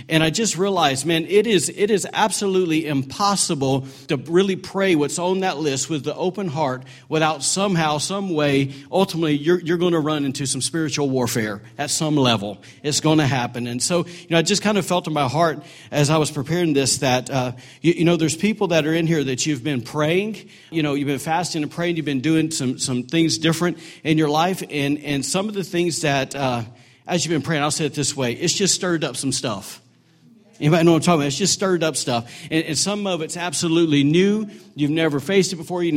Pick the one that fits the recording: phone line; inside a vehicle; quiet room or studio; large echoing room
large echoing room